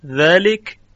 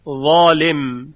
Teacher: ذال صفت انفتاح داره، دهان باز میشه. صفت استفال داره، یعنی صدای اون مفخم و درشت نیست. اما حرف وا صفت اطباق و استعلا داره.